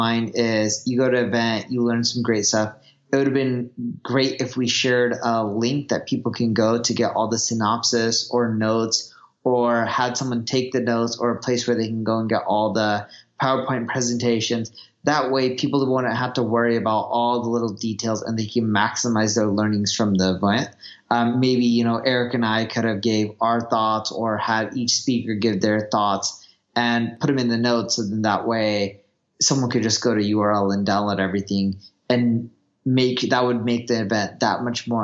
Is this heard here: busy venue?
no